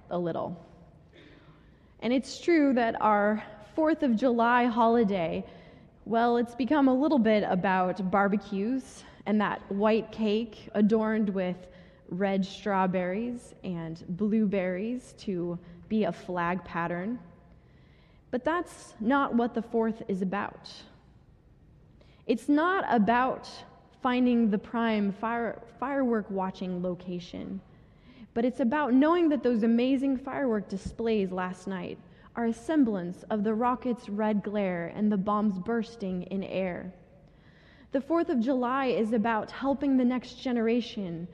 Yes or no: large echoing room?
yes